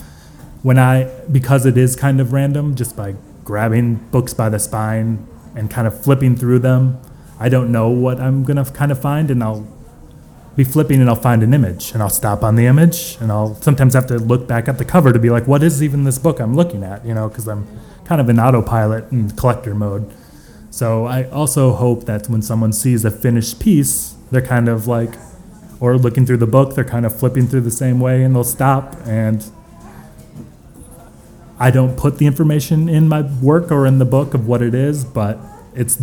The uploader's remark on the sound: from the NYABF at MoMA PS1